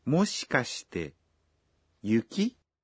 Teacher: Ini adalah pertanyaan dengan intonasi menanjak pada akhir kalimat.